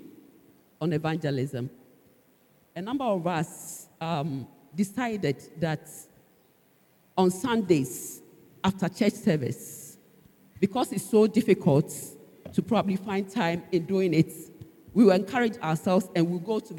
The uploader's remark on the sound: Sermon preached at CBC Shiashie Campus